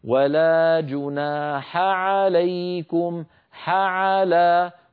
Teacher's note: التقى في النطق حاء بعدها عين والعين والحاء كلاهما من حروف الحلق فعلينا أن نخلص أحدهما من الآخر هكذا ولا جناح عليكم حعلا ولا نخلط صوت أحدهما بالآخر عندنا